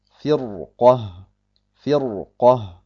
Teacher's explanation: Das Qaf in Firqah hat keine Kasra und deswegen haben wir das Ra dunkel ausgesprochen. Also müssen wir auch das Ra in Firqa, wenn wir darauf stehen bleiben, dunkel aussprechen, weil das Qaf keine Kasra hat, sondern Saken ist, und zwar wenn wir stehen bleiben.